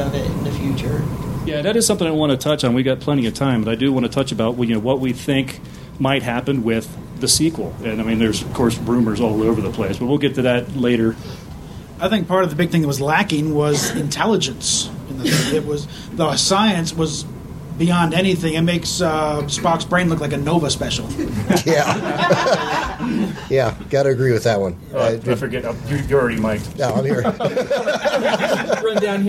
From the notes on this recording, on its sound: Panel discussion from Denver Starfest, 2010. A very old podcast recording.